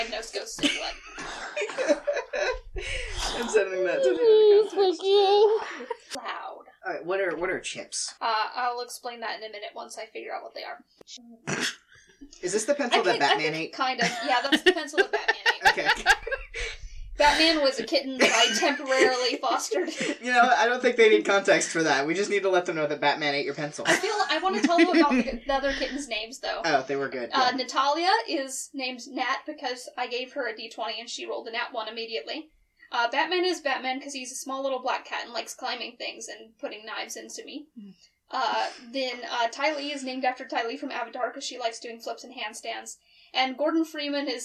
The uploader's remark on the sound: In which the audio quality varies wildly.